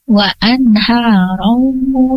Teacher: diidgomkan dengan ditahan durasi gunahnya ya, ada dengung dan ada durasinya